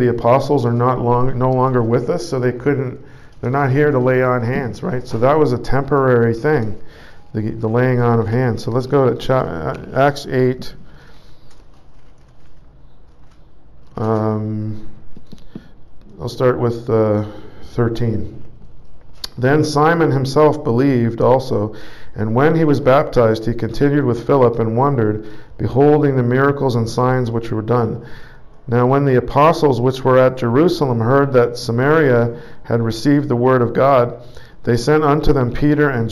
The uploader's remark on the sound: Preached at St Georges Manor, Toronto, Canada